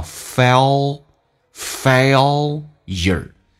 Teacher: 美式发音有点不一样，它把 l 提前发叫 fail, failure,然后再进行轻度卷舌